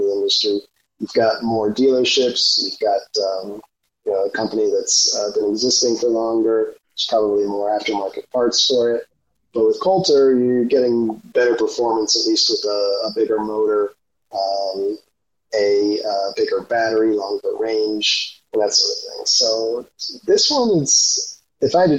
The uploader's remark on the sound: Apologies for the sound quality on this one.